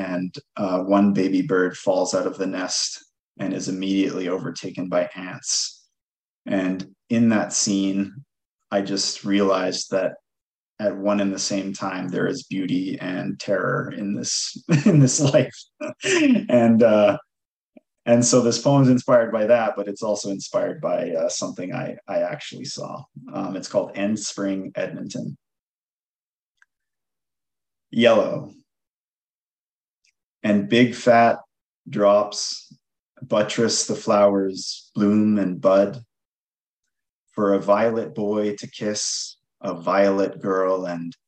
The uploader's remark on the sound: The event was rained out but the writers were kind enough to jump on a Zoom to be recorded and shared with you now.